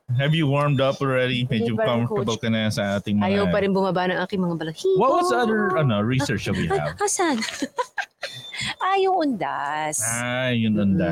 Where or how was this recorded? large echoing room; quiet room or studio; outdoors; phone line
outdoors